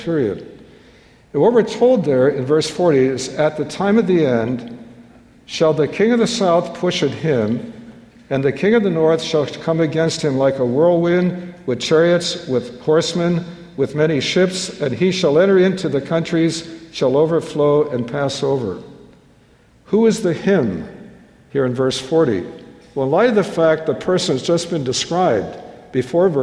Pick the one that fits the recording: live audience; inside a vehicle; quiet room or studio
live audience